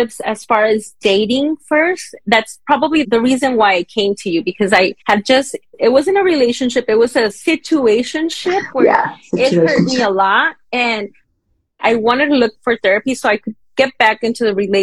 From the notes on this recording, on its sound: this SPECIAL interview taken from our Instagram Live